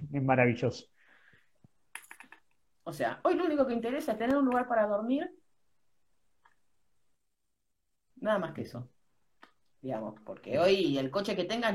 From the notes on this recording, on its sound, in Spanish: Por IG Live.